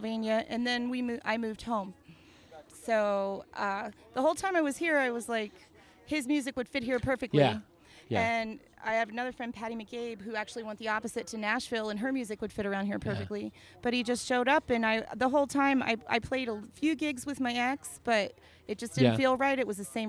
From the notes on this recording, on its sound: Recorded at Big Daddy E’s BBQ in Chino Valley. Recorded at Big Daddy E’s BBQ in Chino Valley.